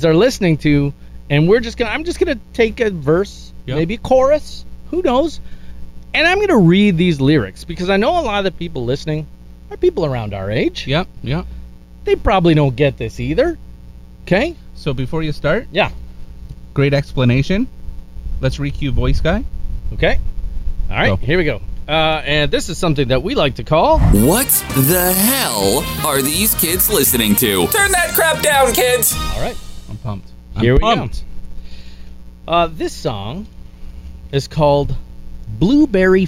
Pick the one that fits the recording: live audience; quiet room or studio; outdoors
outdoors